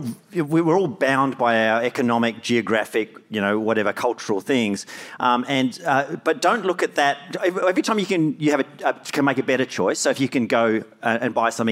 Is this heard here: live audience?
yes